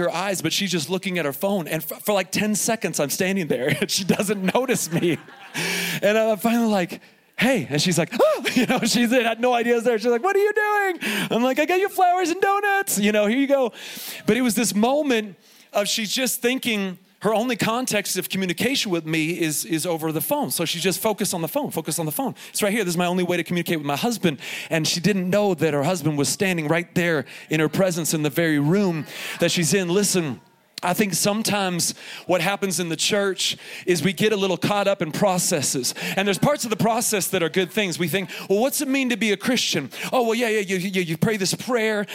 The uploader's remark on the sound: Here is a special edition of the podcast, recorded live from Summer Camp 2021 at Faith Heights.